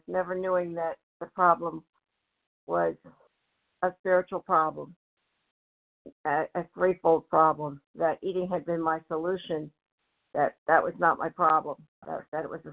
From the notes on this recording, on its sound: from the 100 Pounders Phone Meeting, 10/13/23